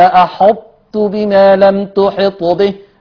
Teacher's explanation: إدغام ناقص، بخش بطاء واطلع بتاء